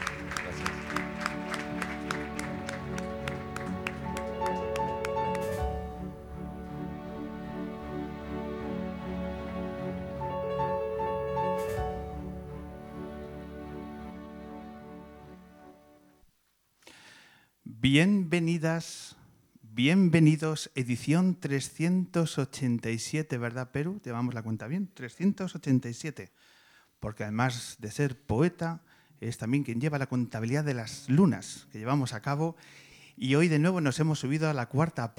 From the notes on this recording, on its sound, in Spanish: La grabamos en el espacio del ámbito Cultural del Corte Inglés de Callao con una sala llena y dos invitados.